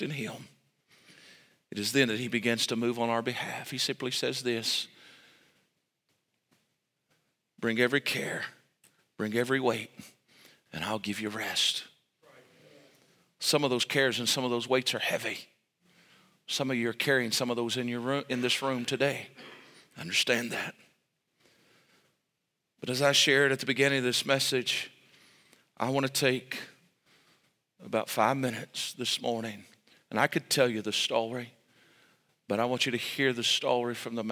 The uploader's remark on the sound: This message was recorded LIVE Sunday Morning April 9, 2023